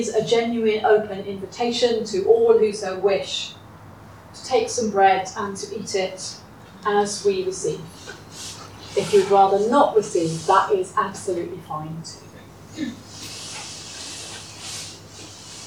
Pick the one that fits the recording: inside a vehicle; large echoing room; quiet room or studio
large echoing room